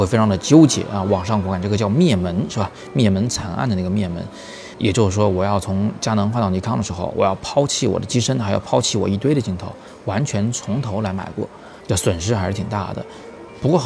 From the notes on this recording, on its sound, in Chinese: 我是在三里屯的Costa陪大家早自习，所以稍微有点噪音，请大家见谅。